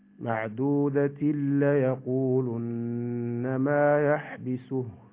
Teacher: والثاني قال صاحب التحفة، والثاني إدغام بغير غنة في اللام والراء، معناها التنوين والنون الساكنة إلين يجي عقبهم اللام ولا الراء يعدلهم شنقال الإدغام يغير ما في الغنة، إدغام التام من غير غنة